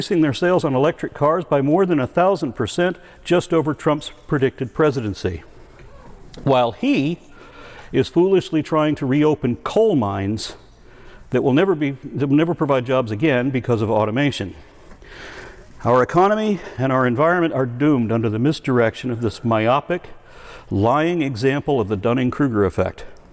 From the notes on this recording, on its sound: Recorded at the Clovis California Veterans Memorial District Hall, at the 10th Annual Heretic’s Barbecue